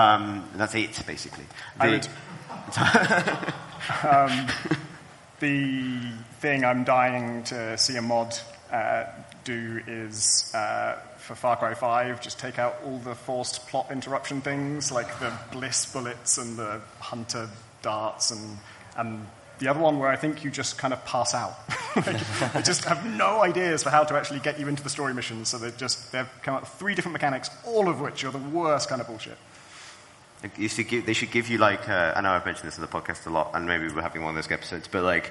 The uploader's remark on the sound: Live from Rezzed! Plus: real live questions!